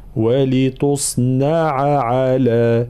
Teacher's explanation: طبعا انتباه في قوله تعالى ولتصنع على، لابد من معناها بيان العين الأولى ثم العين الثانية، معناها فصل الحروف هنا